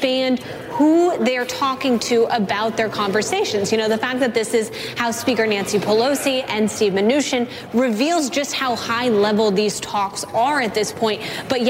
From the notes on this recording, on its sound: live from the New York Stock Exchange